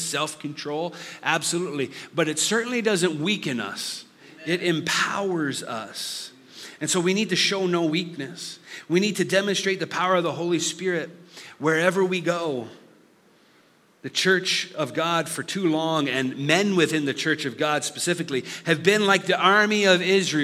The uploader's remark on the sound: Listen to this live recoding of our Summer series.